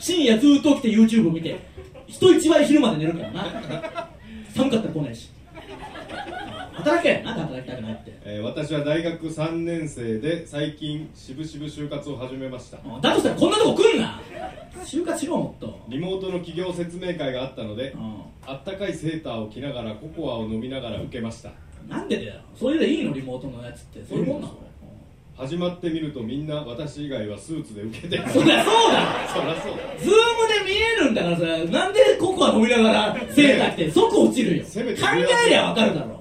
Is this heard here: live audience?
yes